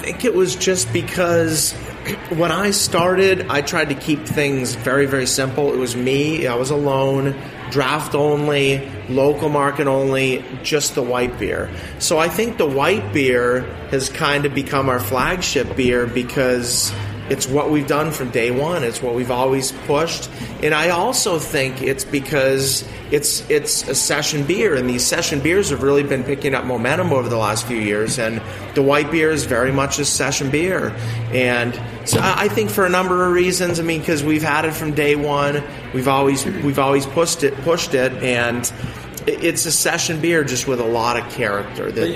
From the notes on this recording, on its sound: A special off-site recording of Beer Sessions Radio. Tune in for a special off-site recording of Beer Sessions Radio. Are at Threes Brewing joined by some of their team, a group of home brewers.